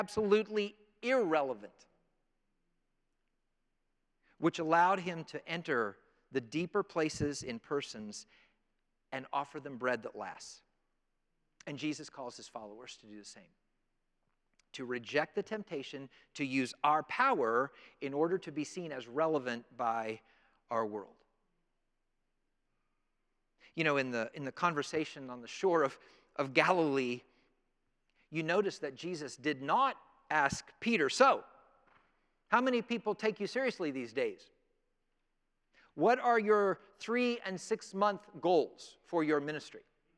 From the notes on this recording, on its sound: presented by Asbury Seminary Kentucky Chapel, recorded on Thursday, November 2, 2023 at Asbury Theological Seminary's Kentucky campus